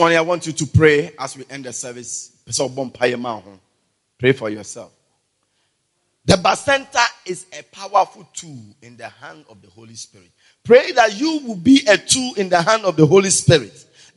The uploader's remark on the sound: Preached At The Everlasting Father Cathedral